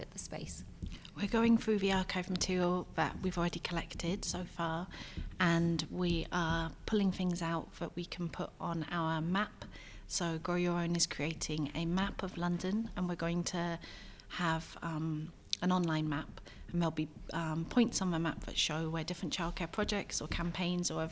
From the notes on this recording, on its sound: The episode was recorded at the Bishopsgate Institute in London during a childcare archive workshop day. On mic are participants involved in helping map the history of childcare in London.